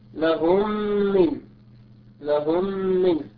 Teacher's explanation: والغنة المقدار حركتين، ومخرجها تخرج من الخيشوم يعني من الأنف، ومعناها عند أهل الأداء أنها صوت لذيذ مركب.